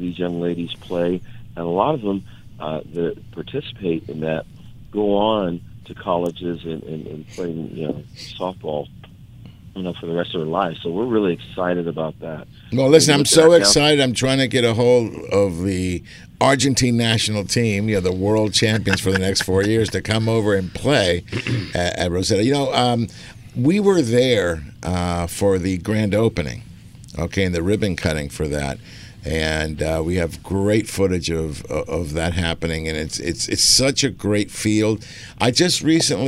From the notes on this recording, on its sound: "LIVE" from Angel Stadium in Anaheim, CA